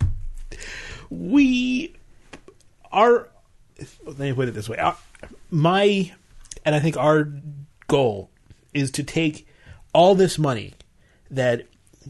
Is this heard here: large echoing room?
no